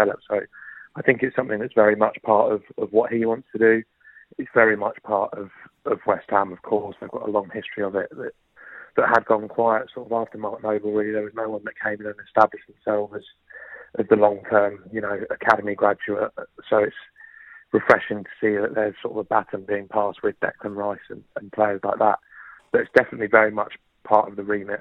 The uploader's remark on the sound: had their say on the phones